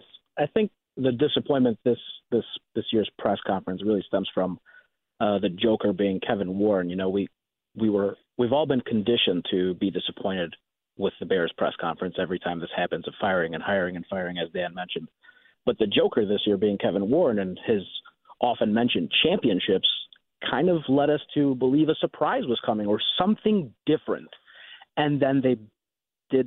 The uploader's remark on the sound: the guys took calls from Score listeners